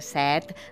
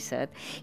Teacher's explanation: La majoria pronuncia amb la E neutra, o sigui E, per referir-nos a la necessitat de beure · Shown in: second take